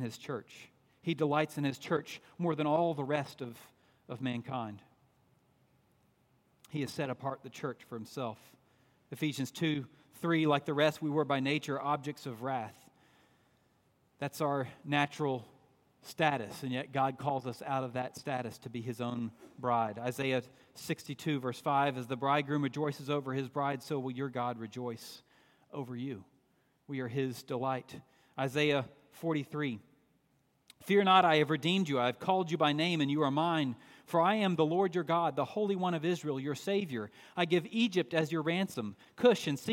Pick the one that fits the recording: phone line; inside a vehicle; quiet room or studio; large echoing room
large echoing room